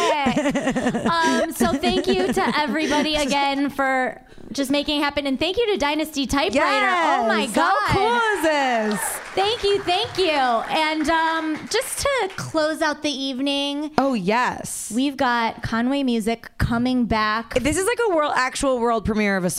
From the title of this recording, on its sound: Live! At Dynasty Typewriter in Los Angeles